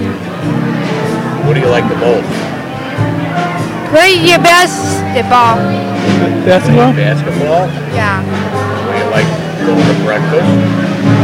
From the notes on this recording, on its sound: LIVE From 2016 Believe & Achieve Banquet. Podcasting live from the 2016 Believe & Achieve Banquet in celebration of SEASPAR's 40th anniversary. Tune-in to hear from participants, staff, and all those involved.